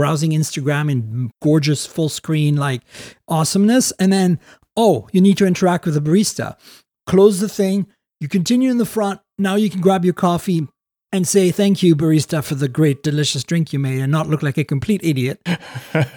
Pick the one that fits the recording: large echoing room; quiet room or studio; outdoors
quiet room or studio